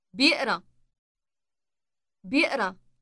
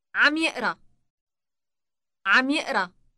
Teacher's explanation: Note that the initial B sound is dropped. · Shown in: second take